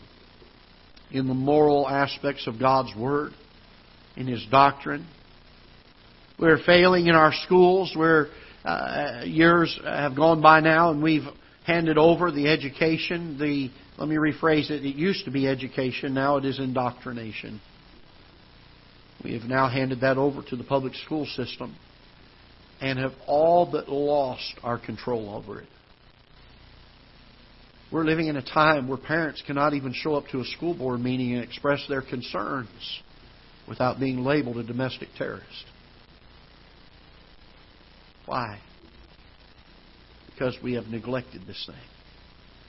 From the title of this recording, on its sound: Ketha Heights Baptist Church ~ Live Broadcast